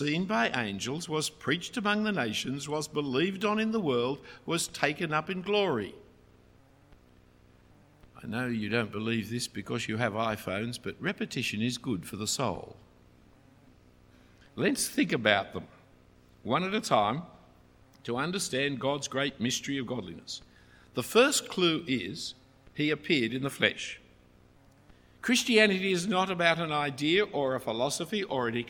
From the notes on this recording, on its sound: A talk preached at St Ebbes in Oxford, UK.